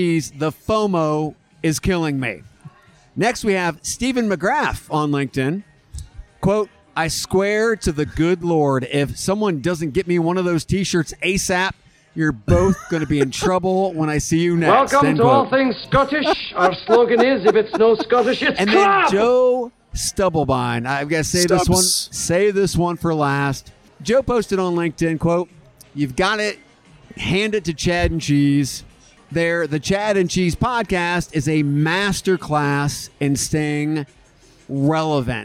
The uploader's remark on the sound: Beer and Podcasting in Las Vegas. Live episode from a Vegas dive bar.